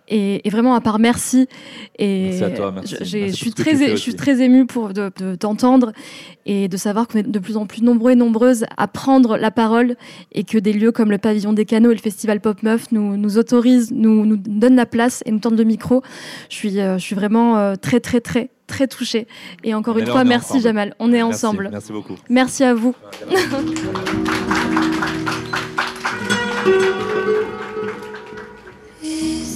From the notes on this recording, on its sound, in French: Cet épisode a été enregistré en public au Pavillon des Canaux à Paris pendant le festival POP MEUFS dédié aux luttes inclusives, féministes et intersectionnelles.